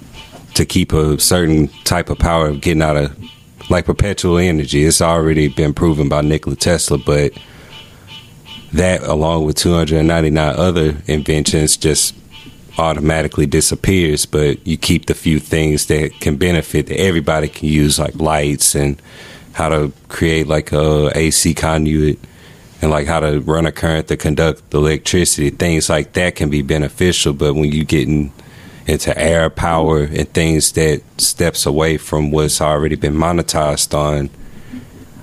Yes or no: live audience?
no